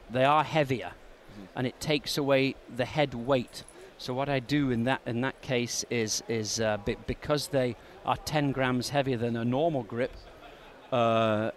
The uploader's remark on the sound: recorded in January 2017 at the PGA Show